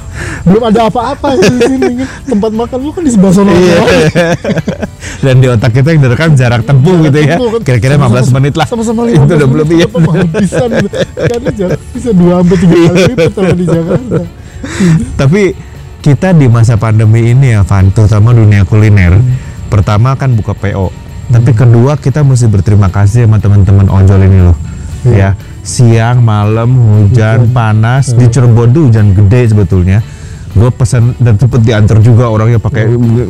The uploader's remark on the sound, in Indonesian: Tolong dimaafkan kresek-kresek di beberapa detik pertama.. Mic-nya beradu sama masker.